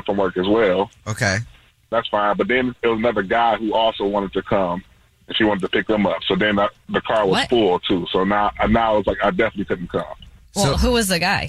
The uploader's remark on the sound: on the phone today